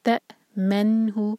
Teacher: تا کو حمزہ سے جوڑیں گے اور کٹ آف ساؤنڈ آئے گا. تا من ہو، نون پر سکون، تو یہ اظہار، یہاں پر ٹائم نہیں دیں گے اور نہ ہی جھٹکا کریں گے.